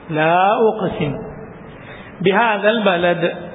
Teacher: ലാ അവിടെ മദ്ദുണ്ട്, ലാമ നീട്ടാനുള്ള അലിഫിന് ശേഷം പിന്നെ ഹംസ വന്നു